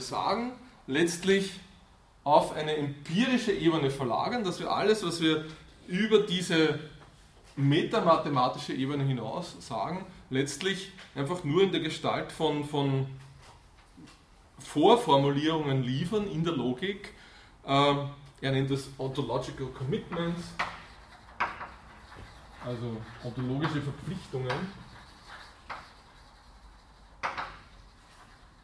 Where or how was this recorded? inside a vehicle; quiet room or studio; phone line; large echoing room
large echoing room